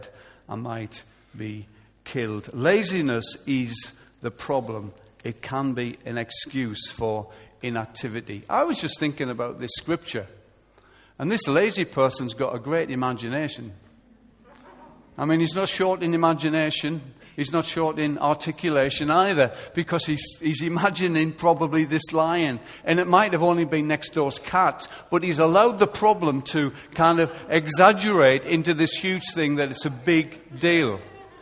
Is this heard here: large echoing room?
yes